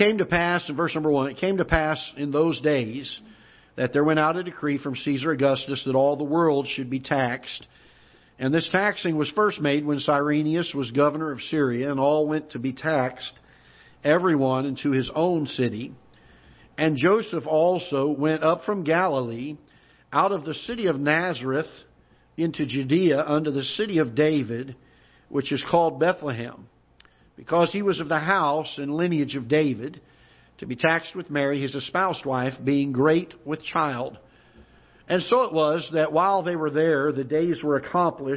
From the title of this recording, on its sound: Ketha Heights Baptist Church ~ Live Broadcast